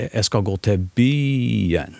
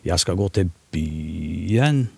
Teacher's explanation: Du går ned. For østnorsk og trøndersk er lavtonedialekter. · Shown in: second take